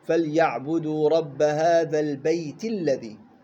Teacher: الياء في البيت بمقدار تحقق الحرف، ما بقول حركتين